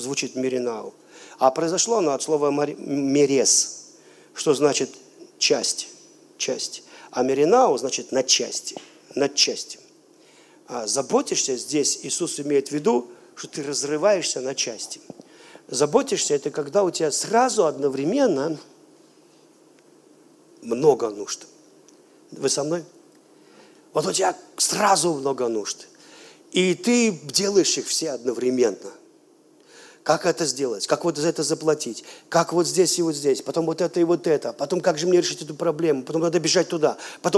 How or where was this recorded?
live audience